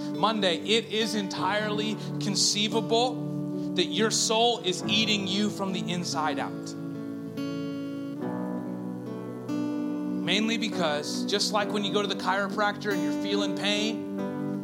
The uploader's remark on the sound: A Collection of Talks. Recorded Live at Engage Church.